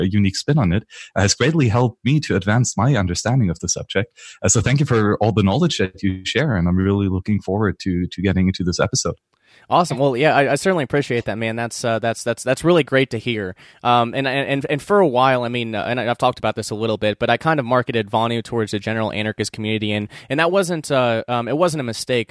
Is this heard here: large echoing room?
no